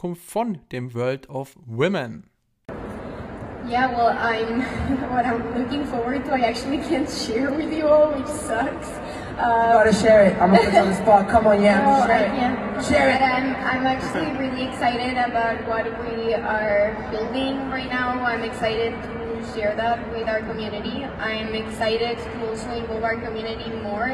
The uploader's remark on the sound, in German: Live-Aufnahmen VeeCon. In der heutigen Podcast-Episode hört ihr live in die VeeCon rein.